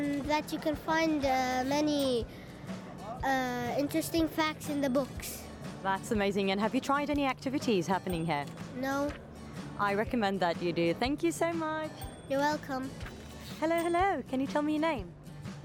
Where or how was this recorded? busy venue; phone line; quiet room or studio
busy venue